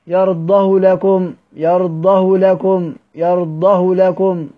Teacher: من غير إشباع، يرضه ضمة فقط · Term: الضمة المختلسة